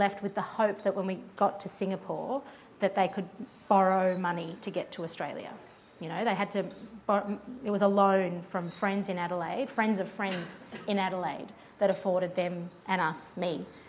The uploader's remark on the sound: In front of live audiences in Melbourne and Sydney (so please excuse the sound of plates and cutlery in the background). This episode is a mash-up of the two events.